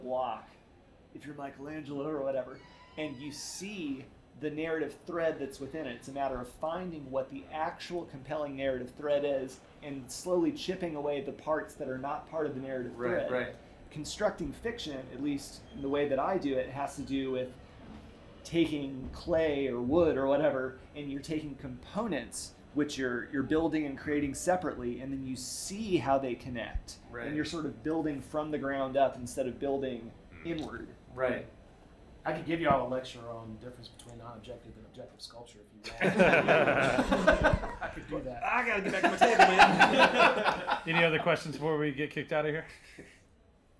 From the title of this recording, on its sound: Live from DINK